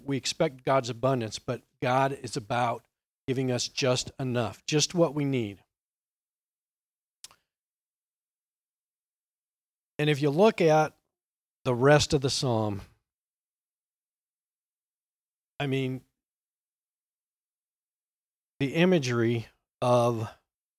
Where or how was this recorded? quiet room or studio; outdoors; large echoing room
large echoing room